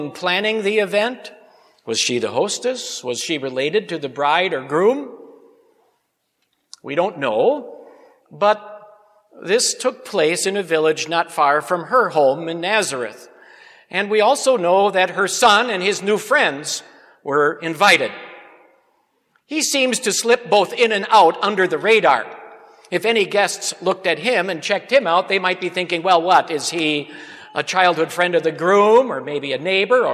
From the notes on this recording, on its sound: Preached at Grace Ev. Lutheran Church.